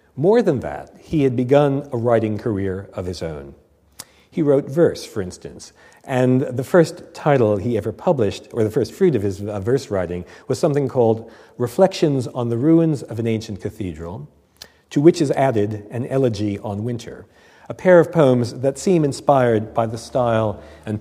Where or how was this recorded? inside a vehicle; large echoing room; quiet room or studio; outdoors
large echoing room